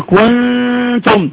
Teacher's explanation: بص انا لساني لو حاجة بسيطة هتلاقيه حط انا ايه تحت عند الفك تحت، اقول كنتم، مفيش اي اثر للنون خالص، مفيش الا الغنة بس · Term: الاخفاء